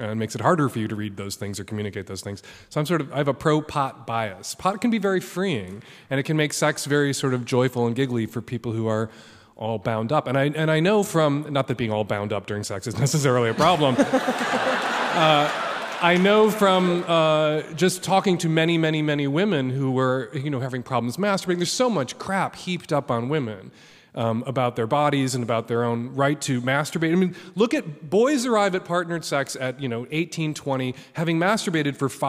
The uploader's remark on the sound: LIVE from The Castro Theatre in San Francisco, California.